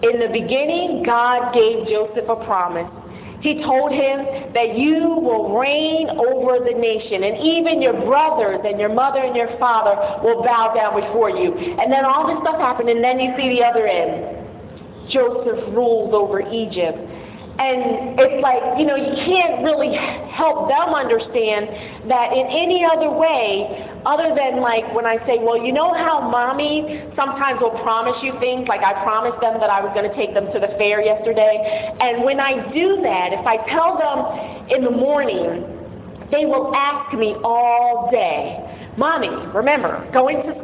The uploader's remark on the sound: The following are audio clips of Sunday sermons at Power of One Community Church.